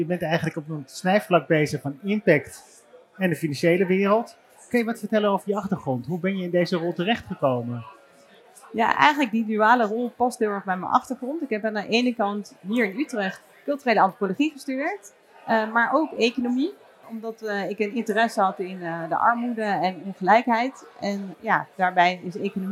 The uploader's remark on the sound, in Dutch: live vanaf het cardano-podium op Fund Seminar 2023